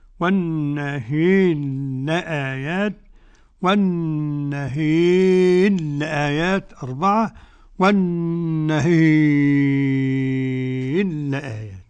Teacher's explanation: إدغام كامل لأنها راء مكسورة وبعدها لام.